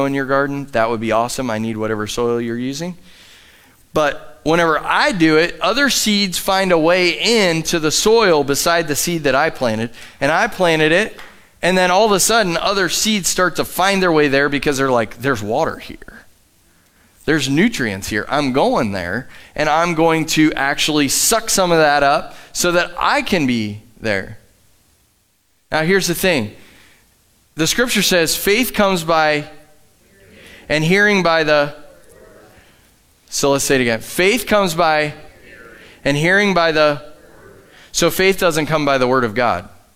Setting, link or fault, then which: setting, large echoing room